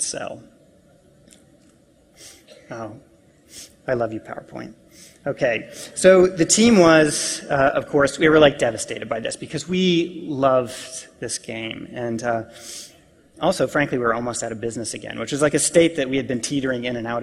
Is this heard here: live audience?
yes